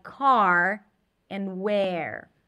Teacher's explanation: And when the R is after a vowel, make sure that the vowel is clean, that you're not lifting the tongue up for the R, but you are pronouncing the vowel clearly, and only then you're bringing the tongue up for the R